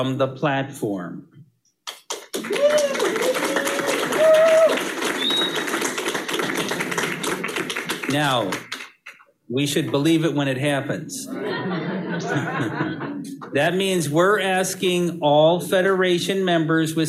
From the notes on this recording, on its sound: Before a live virtual audience in San Diego at the NFB of California state convention.